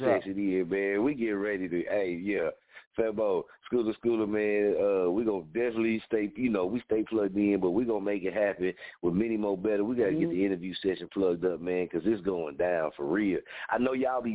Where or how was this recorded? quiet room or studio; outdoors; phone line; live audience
phone line